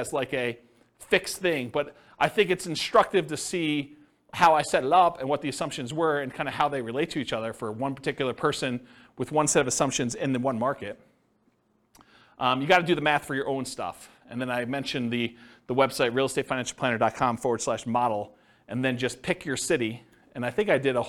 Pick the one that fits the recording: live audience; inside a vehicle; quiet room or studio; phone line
live audience